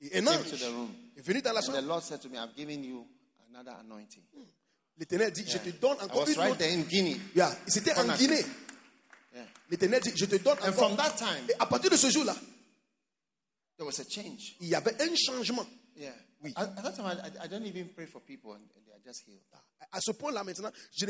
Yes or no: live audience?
yes